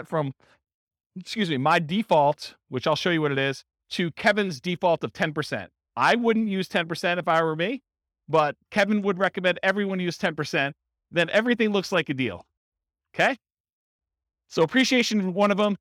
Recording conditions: live audience